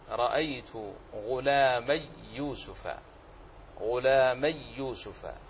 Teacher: ياء لينية التقت بياء أخرى فأدغمت